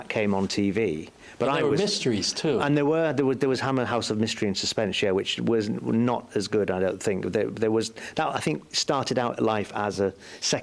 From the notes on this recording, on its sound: LIVE at Grimmfest. LIVE from Manchester England's Grimmfest.